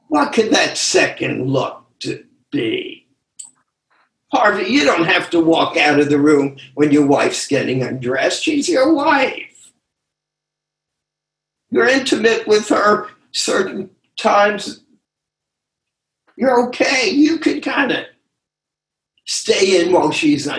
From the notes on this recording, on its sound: Took us on a zoom journey through the Essays.